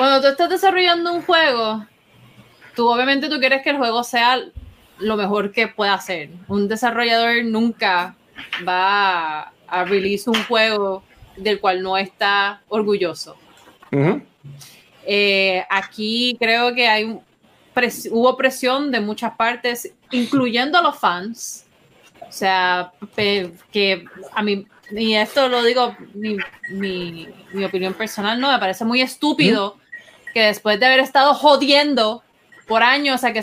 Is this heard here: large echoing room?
no